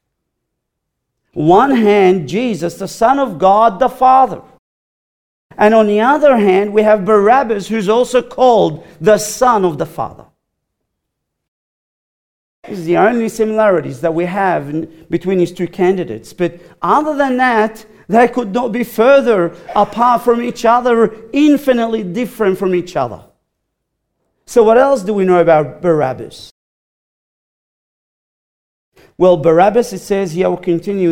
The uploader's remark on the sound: recorded live at Grace Community Bible Church